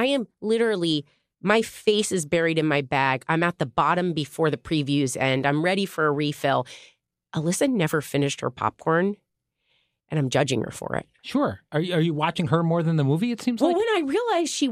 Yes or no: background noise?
no